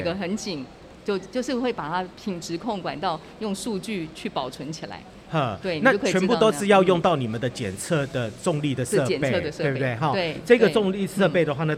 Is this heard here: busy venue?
yes